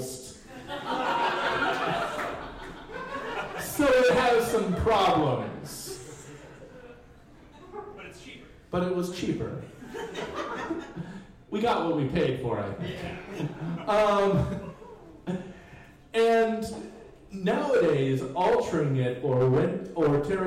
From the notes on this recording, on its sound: Live at the Jack London Bar. Stumptown Stories meets on the second Tuesday of every month at downtown Portland’s Jack London Bar.